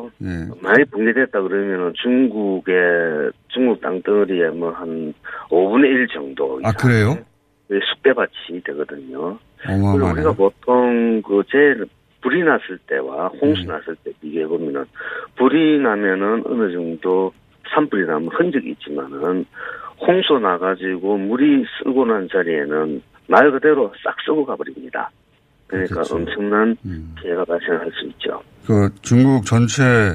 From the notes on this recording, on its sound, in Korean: 전화연결